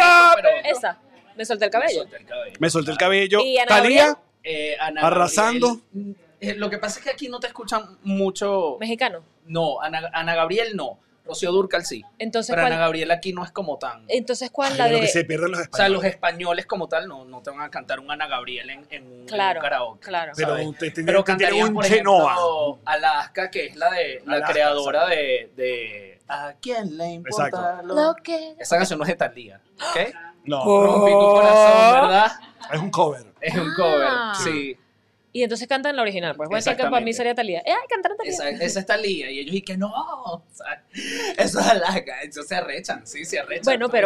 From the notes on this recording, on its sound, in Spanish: A tope en Madrid. Grabamos directamente desde Guasa Madrid junto a nuestros Patreoncitos.